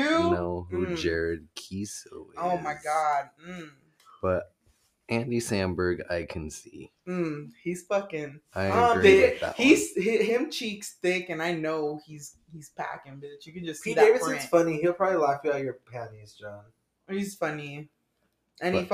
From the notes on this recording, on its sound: this episode was filmed in the back rooms at 2am….so please excuse the way it sounds.